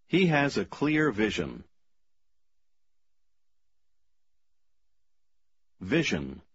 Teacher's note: в комбинации S-I-O-N она произносится как Жен